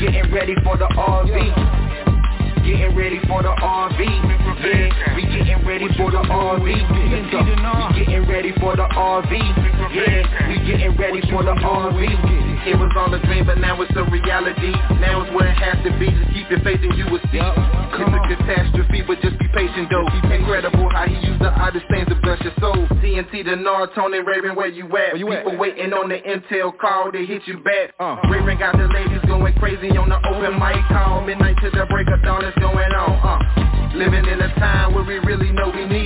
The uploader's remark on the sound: TNTSuperfantastic Conference Call